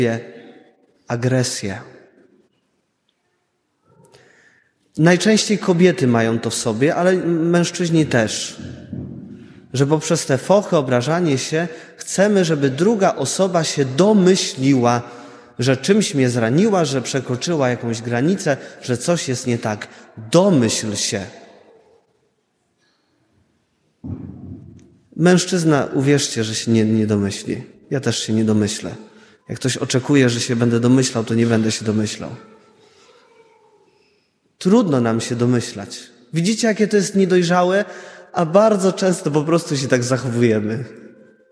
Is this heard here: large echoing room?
yes